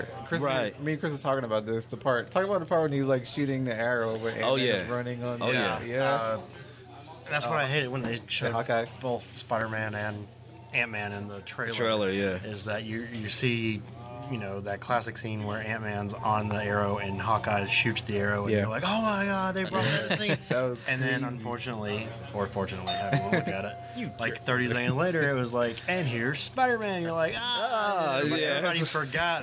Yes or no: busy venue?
yes